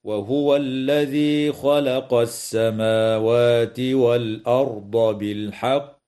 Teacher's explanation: يجوز الوقف على كلمة بالحق من قبيل الوقف الكافي، مع وجوب قلقلة القاف وقفا في كلمة بالحق